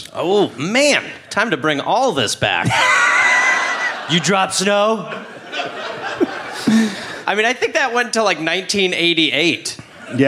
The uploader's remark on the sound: Live in Canberra